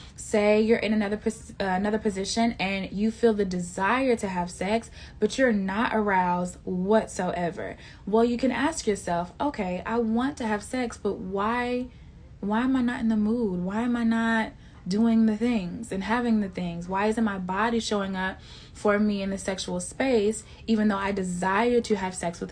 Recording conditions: sounds in the background